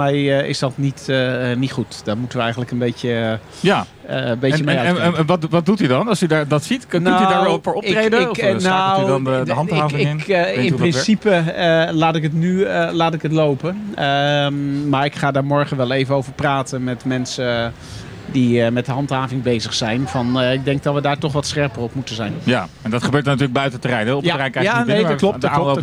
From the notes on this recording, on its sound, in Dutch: Haarlem105 deed op 5 mei de hele dag live verslag van Bevrijdingspop 2019.